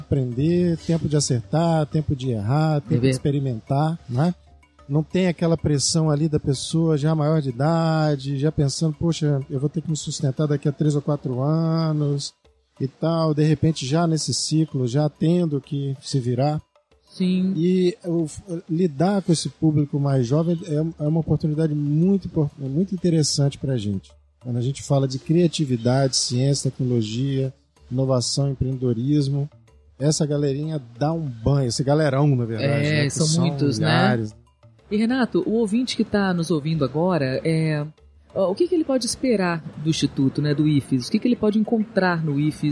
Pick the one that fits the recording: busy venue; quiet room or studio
busy venue